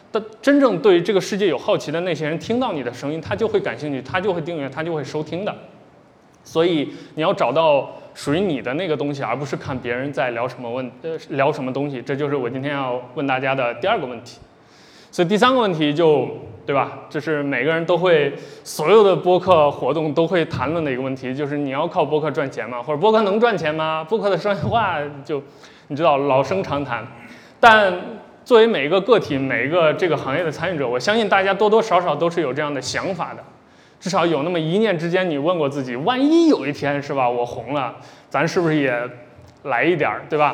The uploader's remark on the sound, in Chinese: 本期节目来自「南波湾」深圳线下播客活动的录音